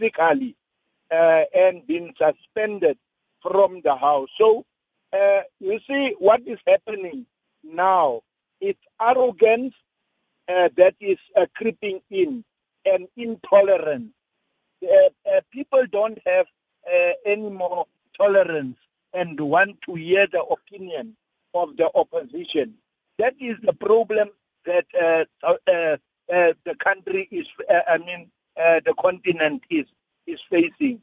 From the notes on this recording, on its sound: To help us unpack this we are joined on the line.